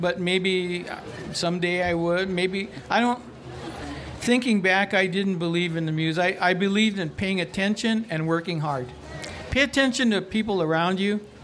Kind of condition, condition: setting, live audience